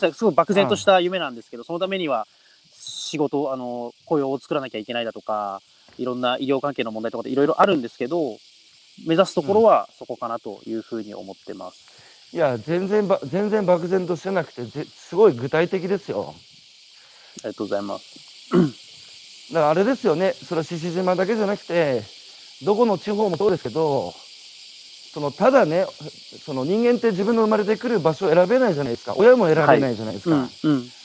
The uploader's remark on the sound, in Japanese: 八代海に浮かぶ、鹿児島県最北端の小さな島「獅子島」。歩きながら1時間、対談する。